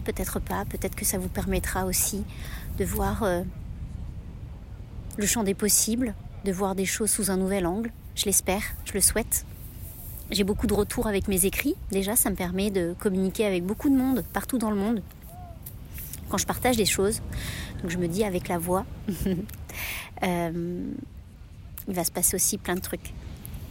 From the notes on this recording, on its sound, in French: enregistré sur une plage avec le bruit des vagues en fond sonore